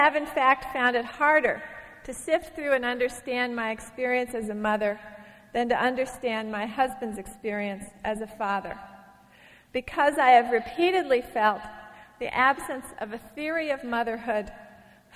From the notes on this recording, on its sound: From a Portland Arts & Lectures event in 1991.